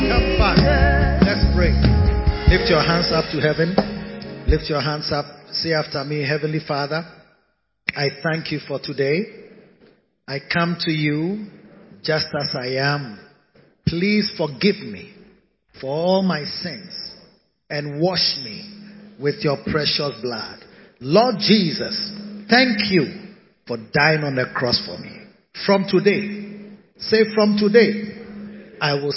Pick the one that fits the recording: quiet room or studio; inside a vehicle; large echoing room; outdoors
large echoing room